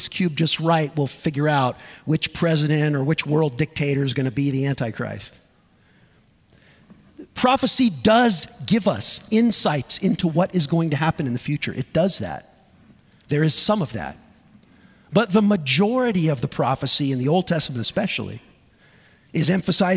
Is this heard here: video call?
no